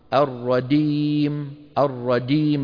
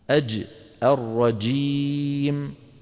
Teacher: الجيم من وسط اللسان والدال من طرف اللسان · Shown in: second take · فمن قال الرديم فقد استعمل طرف لسانه بالإضافة إلى استعماله وسط لسانه. · Term: الجيم الفصيحة